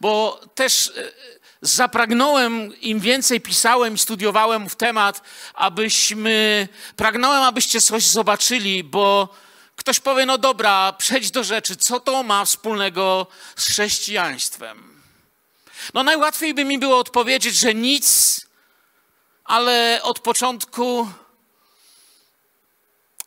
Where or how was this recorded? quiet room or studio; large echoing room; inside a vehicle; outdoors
large echoing room